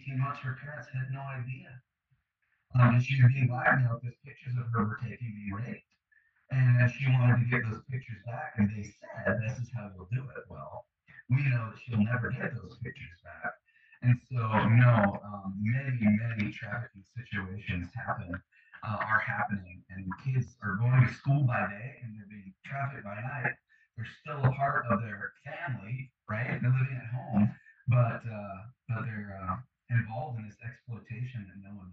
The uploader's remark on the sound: The audio quality of this episode was not up to our usual standard. Despite the frustration/disturbance with the audio I still felt it was worth publishing this amazing conversation.